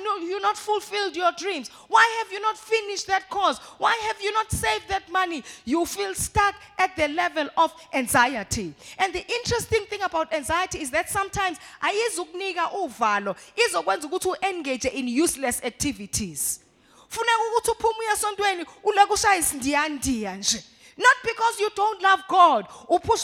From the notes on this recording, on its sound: live at Word Of Faith Christian Centre.